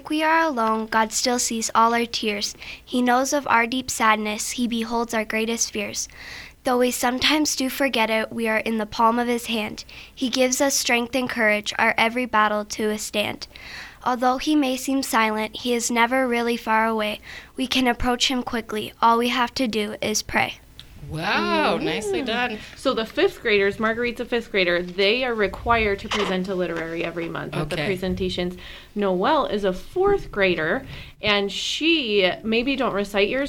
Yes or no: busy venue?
no